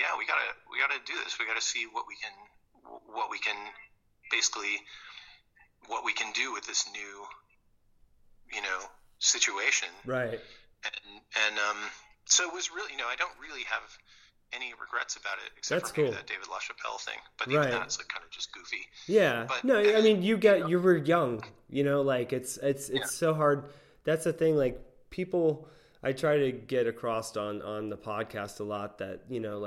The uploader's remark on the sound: We spend an hour on the phone